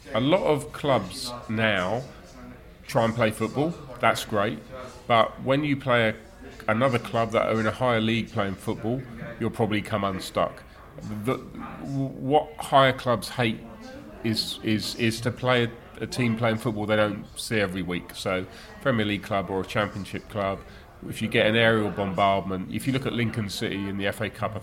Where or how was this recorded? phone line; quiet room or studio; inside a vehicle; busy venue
busy venue